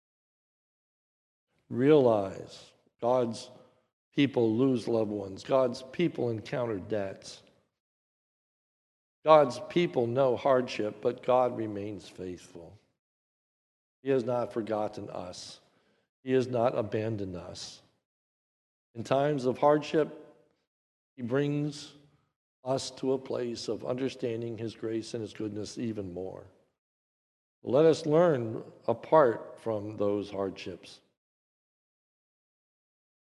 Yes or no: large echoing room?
yes